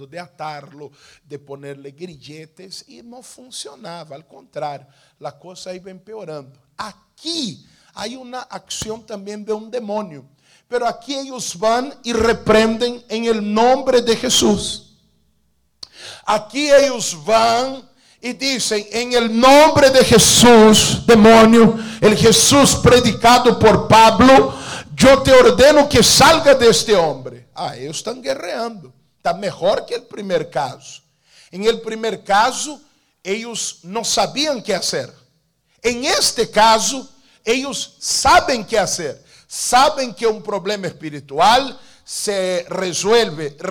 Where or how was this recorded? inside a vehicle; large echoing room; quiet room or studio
large echoing room